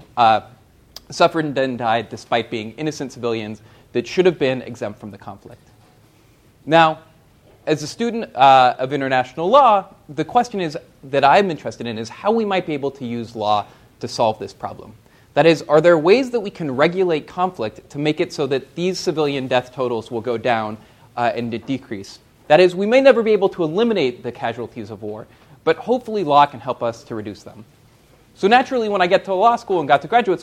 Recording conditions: live audience